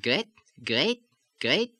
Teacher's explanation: The A sound, as in great, softens slightly toward the E. So instead of great, you have great, great, great.